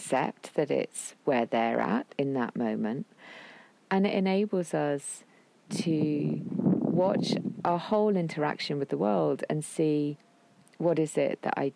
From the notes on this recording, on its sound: Forgive the wind, sheep and horses who intermittently appear in this episode - it was recorded in an open field in the wilds of Shropshire!